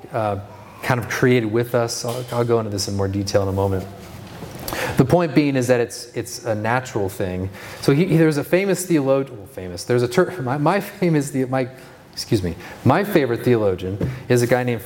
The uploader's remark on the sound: This is the second session from the Be Not Conformed Conference in June of 2023.